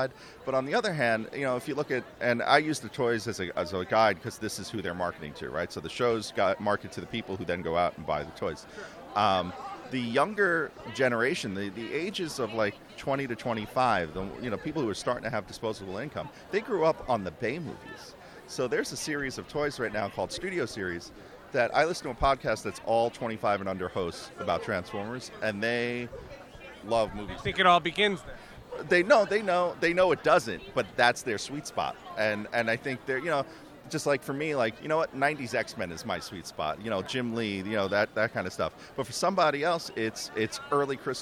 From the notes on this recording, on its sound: Recorded on the convention floor at the 2018 New York Comic Con